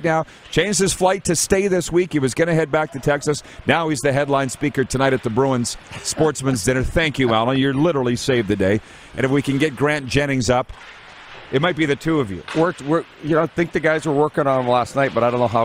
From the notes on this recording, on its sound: We are LIVE from the city of Estevan, Saskatchewan for the 2022 CJHL Centennial Cup Junior Hockey Championship and we have you covered from the Gridiron to the Ice including some LEGENDS joining us on video chat!